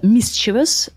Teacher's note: So the stress is, on the first syllable. But yeah, I've heard people say mischievous too.